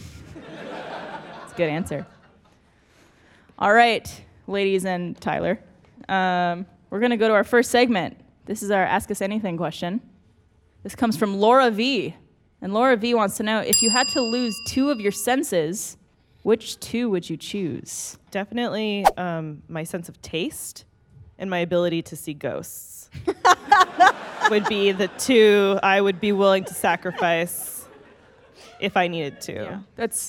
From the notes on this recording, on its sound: A special episode recorded in front of a studio audience!